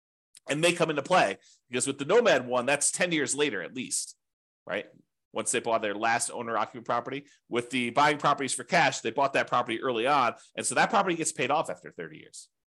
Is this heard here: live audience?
no